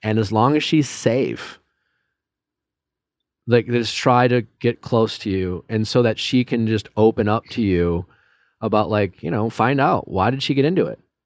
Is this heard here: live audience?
no